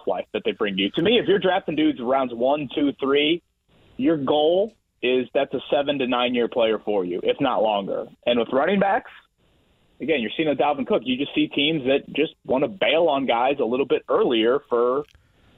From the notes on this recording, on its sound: Answering some questions and comments from listeners online! Opens the phone lines up and takes some calls from some listeners!